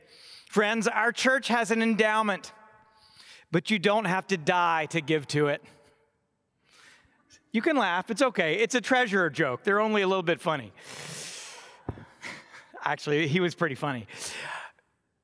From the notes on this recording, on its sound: delivered on Ash Wednesday, 2024 from Trinity Cathedral, Cleveland.